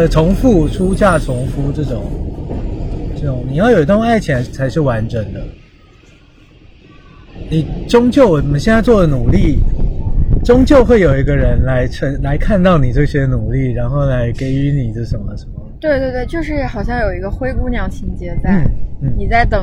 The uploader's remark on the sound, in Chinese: 本期节目在户外录制，所以杂音可能比较多，请听众朋友见谅。